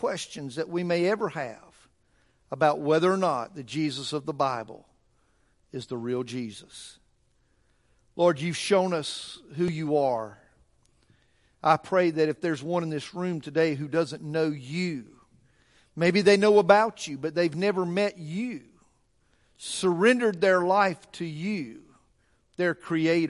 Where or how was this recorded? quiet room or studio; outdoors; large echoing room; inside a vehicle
large echoing room